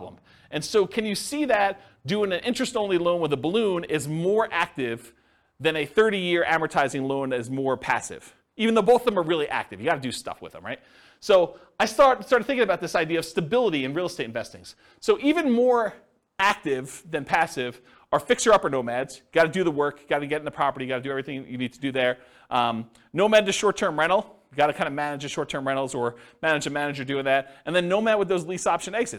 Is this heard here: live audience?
yes